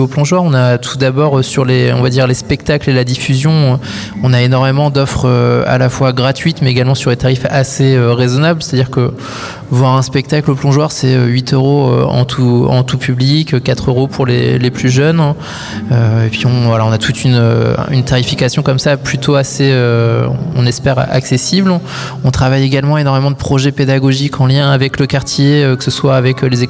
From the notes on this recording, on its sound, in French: En direct du nouveau chapiteau permanent Le Plongeoir. Cité du Cirque.